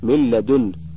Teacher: تقلب النون لاما ثم تدغم في اللام بعدها في مثل من لدن · Term: الإدغام